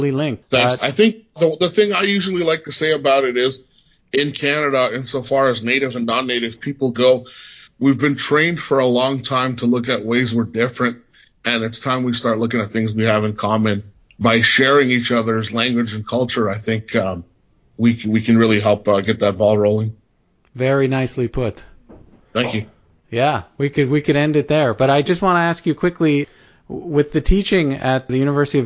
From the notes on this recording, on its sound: sat down over Skype